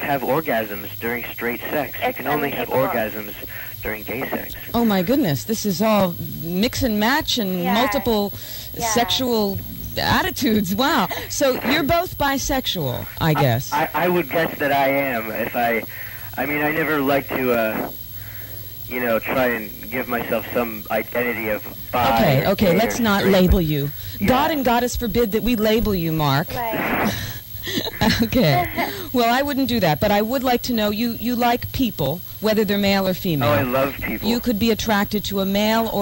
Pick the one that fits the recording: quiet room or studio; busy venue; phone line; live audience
phone line